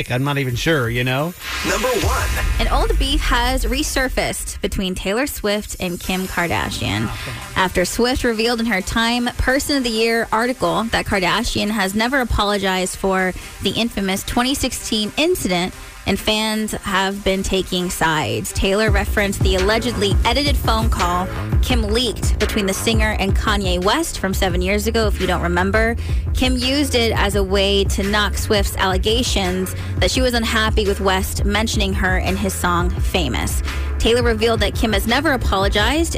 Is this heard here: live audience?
no